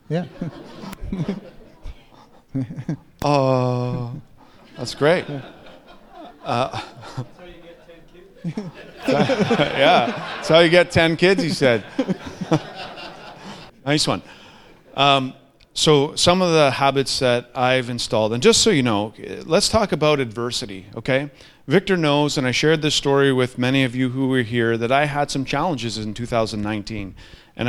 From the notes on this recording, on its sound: in front of a live studio audience